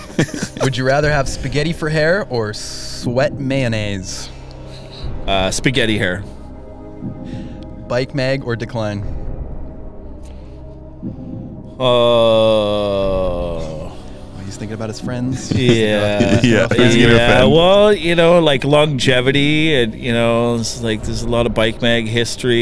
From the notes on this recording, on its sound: Recorded live from the construction site of the "North Shore Bike Park,".